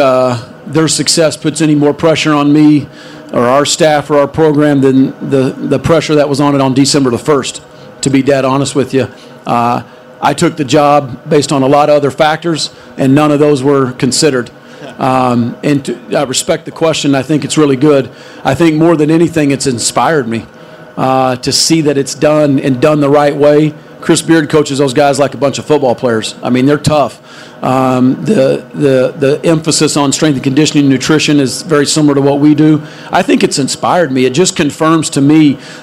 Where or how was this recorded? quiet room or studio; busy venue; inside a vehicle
busy venue